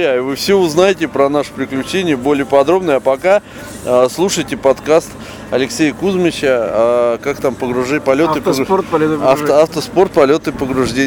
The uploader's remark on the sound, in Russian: Выпуск записан на территории Мавритании во время ралли-марафона AFRICA ECO RACE 2016.